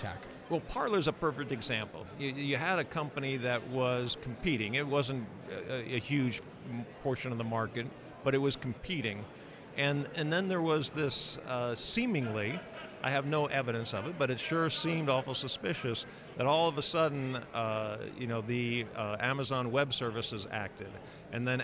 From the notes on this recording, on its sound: Join “The Daily Signal Podcast” at the Conservative Political Action Conference in Orlando, Florida.